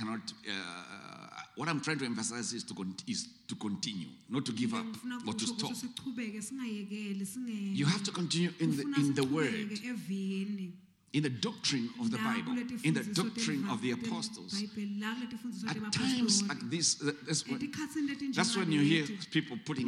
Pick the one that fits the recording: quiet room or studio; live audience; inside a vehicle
live audience